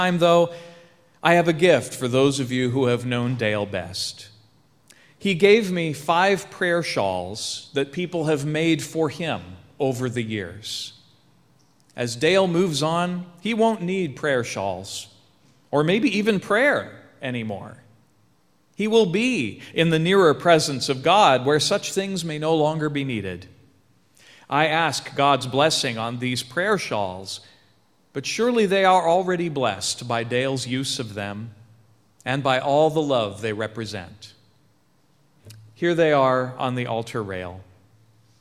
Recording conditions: large echoing room